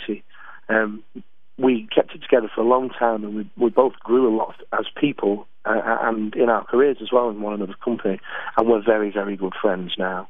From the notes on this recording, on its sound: On the Phone.